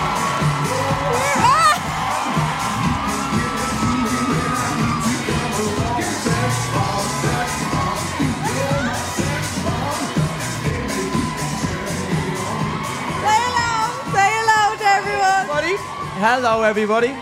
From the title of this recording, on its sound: Hold My Drink LIVE at Vicar Street: 4th April 2023